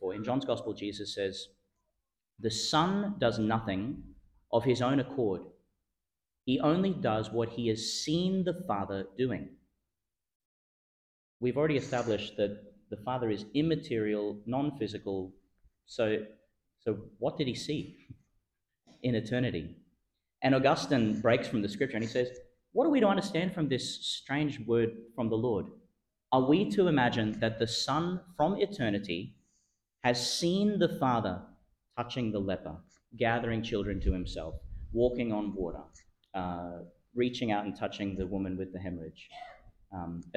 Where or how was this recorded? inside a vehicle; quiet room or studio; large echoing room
large echoing room